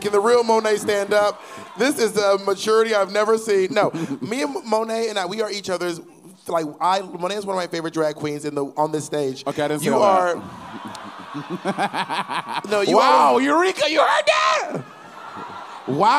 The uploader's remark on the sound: This week the girls are LIVE at Sony Hall